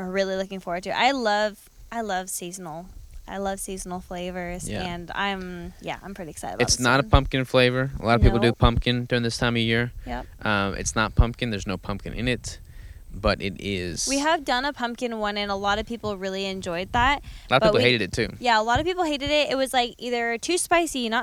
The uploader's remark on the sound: This 300th episode was recorded at my Family Farm next to the river